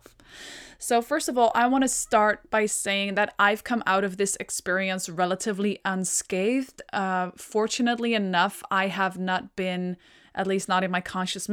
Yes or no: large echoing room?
no